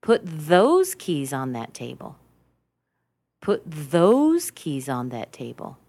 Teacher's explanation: Let's emphasize the word those. Put those keys on that table.